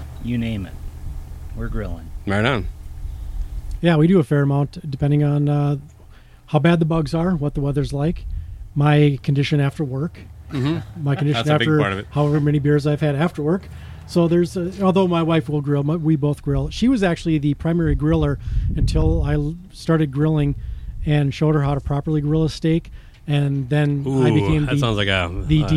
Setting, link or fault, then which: setting, outdoors